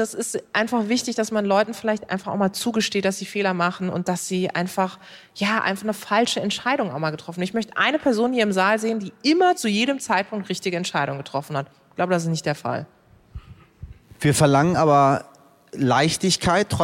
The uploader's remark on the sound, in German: Live aus Leipzig. Das ist nur eines von vielen Themen beim allerersten Live-Podcast von "heute wichtig" vor 200 Menschen.